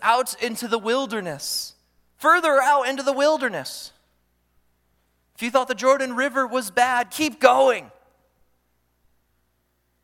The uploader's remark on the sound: during the Morning Worship Service on Sunday, August 27, 2023, at Calvary Baptist Church in Battle Creek, Michigan